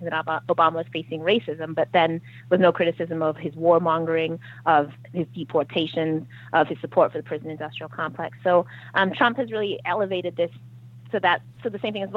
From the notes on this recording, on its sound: got together by phone